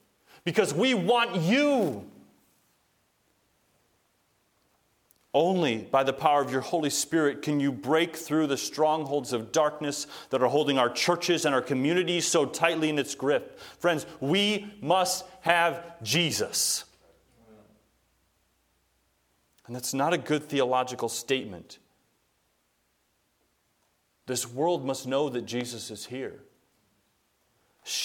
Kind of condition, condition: setting, large echoing room